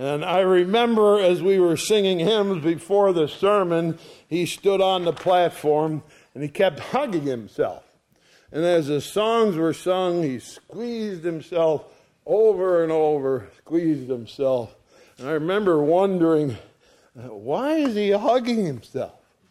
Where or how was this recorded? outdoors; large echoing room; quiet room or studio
large echoing room